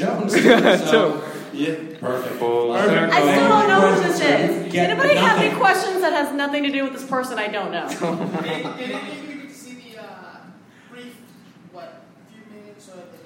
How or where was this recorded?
live audience